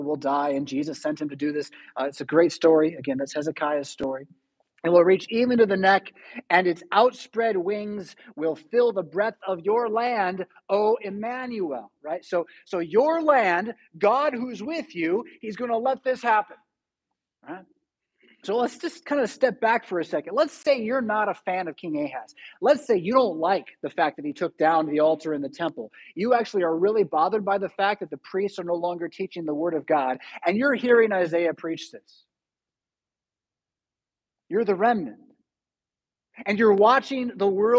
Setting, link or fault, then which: setting, large echoing room